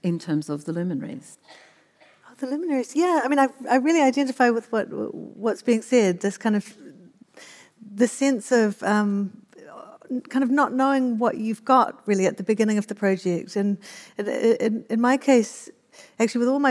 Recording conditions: live audience